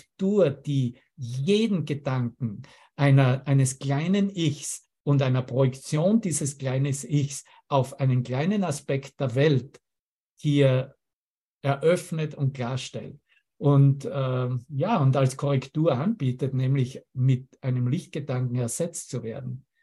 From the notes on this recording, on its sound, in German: Zoom-Session. Veranstaltet von der Aleph Akademie.